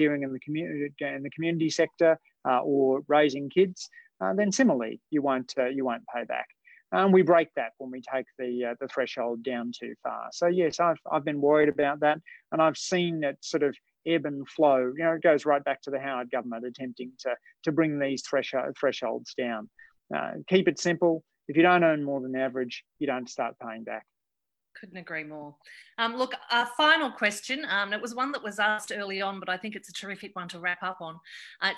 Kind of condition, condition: link, video call